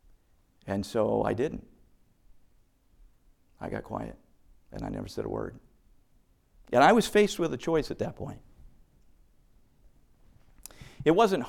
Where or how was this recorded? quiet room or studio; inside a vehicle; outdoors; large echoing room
large echoing room